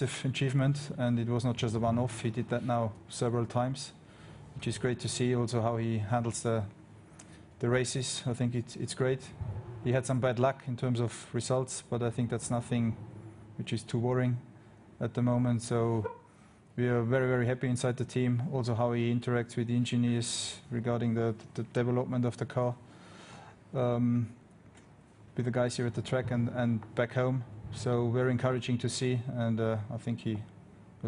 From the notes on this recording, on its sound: Austria Friday Team Principal's Press Conference